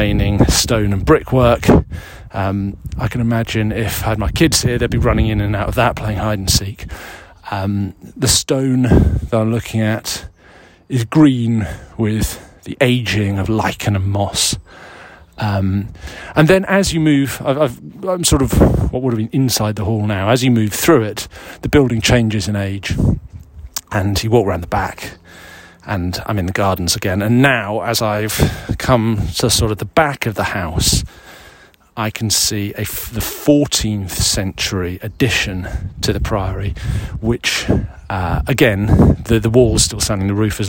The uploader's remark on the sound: This week’s edition was recorded in the grounds of Wilmington Priory in Sussex, near the south coast of England.